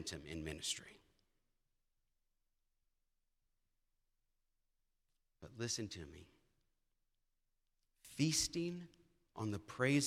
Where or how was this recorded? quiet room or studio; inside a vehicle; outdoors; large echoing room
large echoing room